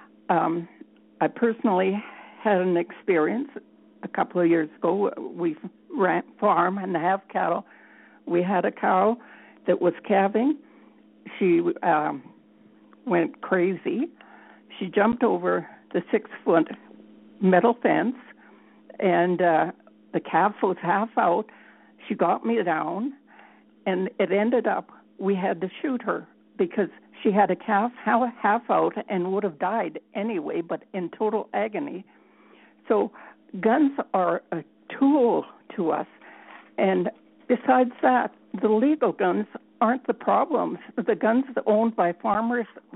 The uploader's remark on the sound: Interactive telephone town hall. Public Safety Telephone Town Hall (Rural Alberta).